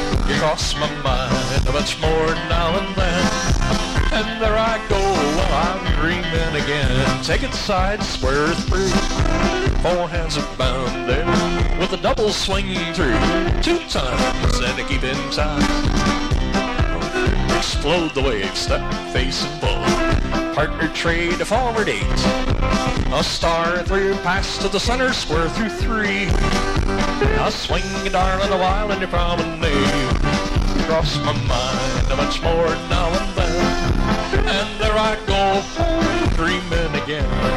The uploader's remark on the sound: Live Dance Recording. From 1982 in Northern California.